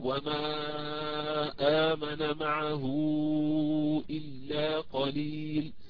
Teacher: عن عاصم يقرأ بتوسط المنفصل، يعني أربع حركات